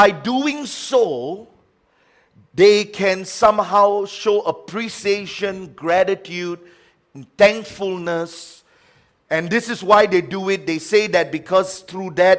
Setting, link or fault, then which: setting, large echoing room